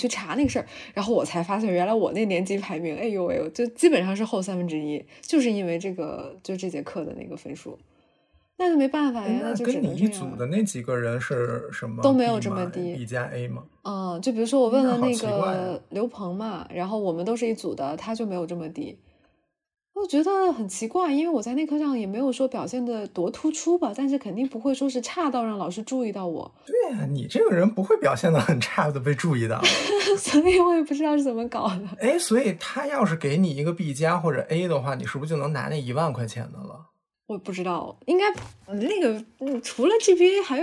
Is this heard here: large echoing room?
no